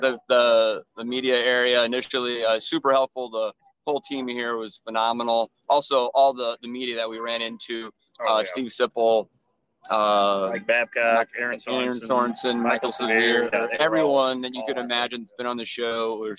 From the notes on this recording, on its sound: live from Memorial Stadium after the game